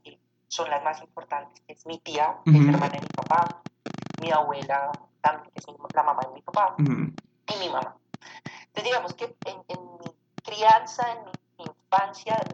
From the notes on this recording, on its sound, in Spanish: pido disculpas por la calidad del audio